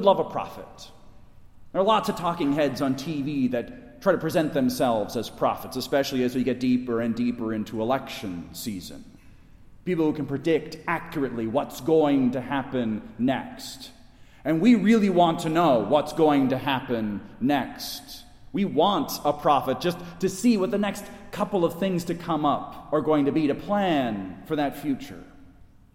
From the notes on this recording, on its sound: Delivered at Resurrection Catholic Church in Wayne, IL